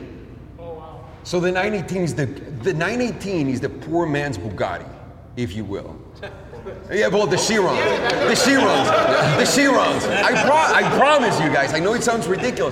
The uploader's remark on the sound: We hosted a live event, podcast, and Q&amp;A session with a small group of pro subscribers. We hosted a live event, podcast, and Q&A session with a small group of pro subscribers.